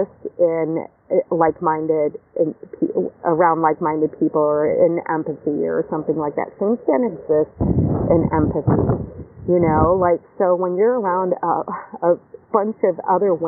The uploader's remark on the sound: Live from the beach, post yoga.